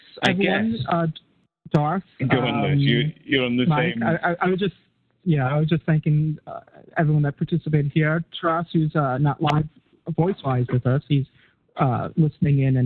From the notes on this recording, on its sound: Live Roundtable Episode. Recorded live on the net via TalkShoe.